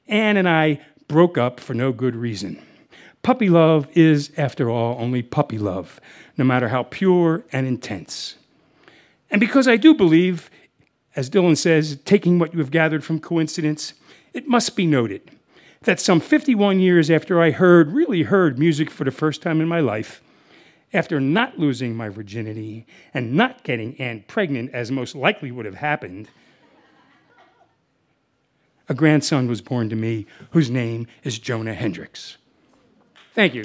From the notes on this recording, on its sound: This story was recorded live on 19 July 2017 at Buntport Theater in Denver, Colorado.